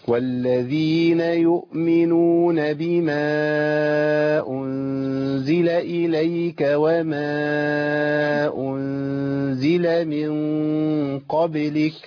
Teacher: اخلي طرف لساني يرتفع الى اعلى قرب مخرج النون دون ملامسه مخرج النون عشان ما اعملش اظهار، وابعد اقصى لسان ما خليش اقصى لساني كده يلتصق بسقف الحنك. · Term: الاخفاء